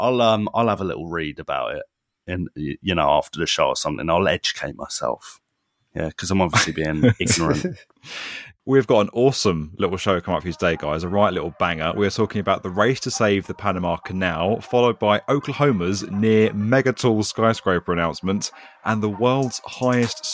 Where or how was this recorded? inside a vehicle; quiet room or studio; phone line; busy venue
quiet room or studio